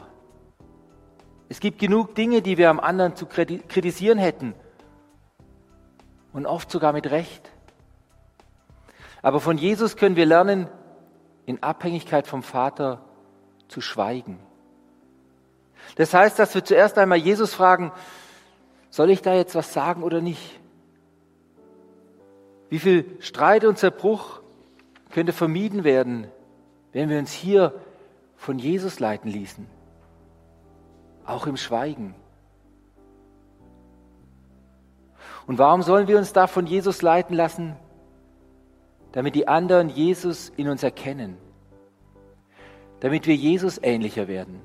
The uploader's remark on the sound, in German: Die Predigt aus dem Gottesdienst